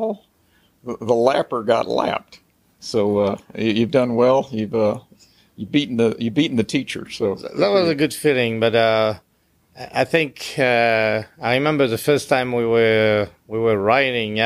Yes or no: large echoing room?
no